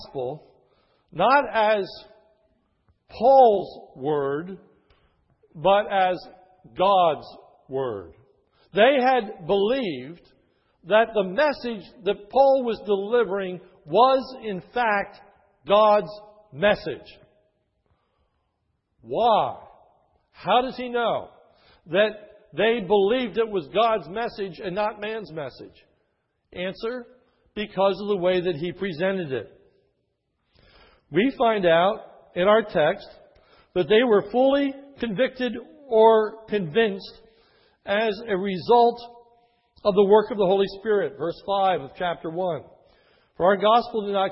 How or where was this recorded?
large echoing room